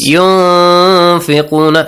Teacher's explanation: Hiding the sound of the noon sakin or tanween. · Term: Ikhfa